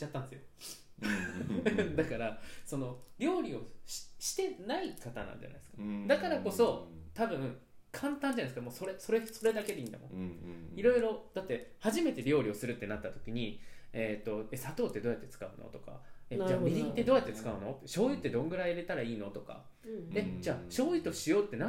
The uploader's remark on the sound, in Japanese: 今回マイクの設定がまずく、音が小さくなってしまいました。